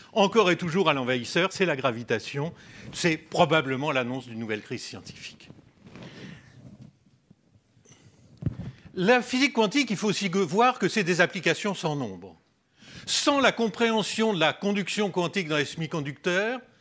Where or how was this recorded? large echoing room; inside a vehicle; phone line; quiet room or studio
large echoing room